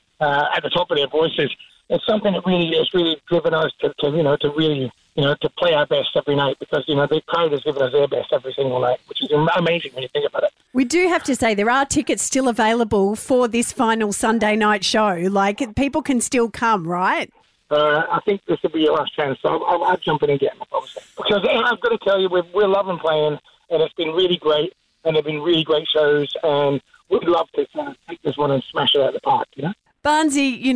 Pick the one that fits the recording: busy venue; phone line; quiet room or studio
phone line